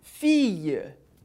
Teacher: Isso te ajuda a perceber que esse som na verdade é como se fosse um I mais longo